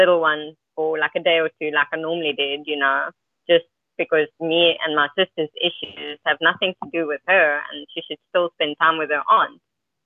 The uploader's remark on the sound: Freedomain Call